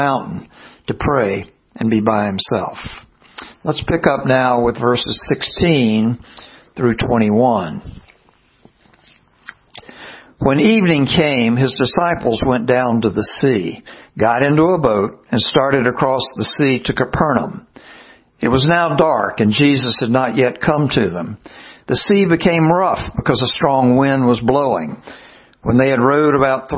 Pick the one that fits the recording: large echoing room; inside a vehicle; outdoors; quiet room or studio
large echoing room